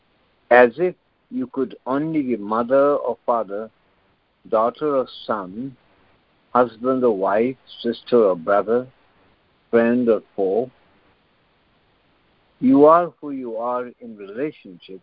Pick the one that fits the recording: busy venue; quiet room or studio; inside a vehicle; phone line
phone line